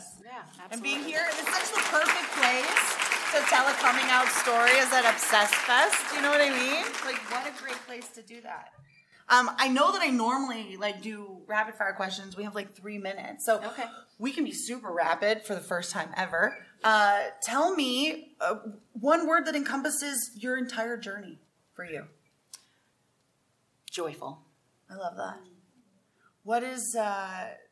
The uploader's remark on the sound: Live from Dallas, Tx! We're LIVE from Dallas, Texas! Recording this podcast in front of a live audience.